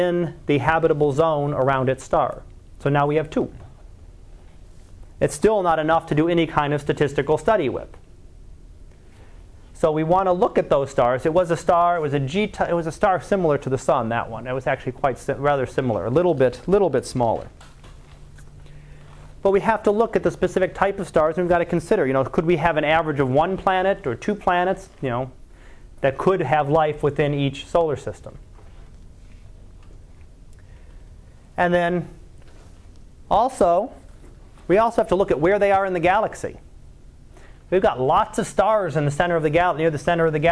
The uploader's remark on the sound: Live Class Lecture